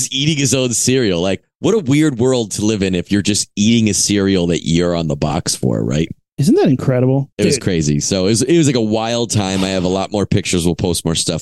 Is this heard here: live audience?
no